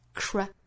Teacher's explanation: 要读成 crown, k 和 r 之间不要拖音，辅音连缀发 cr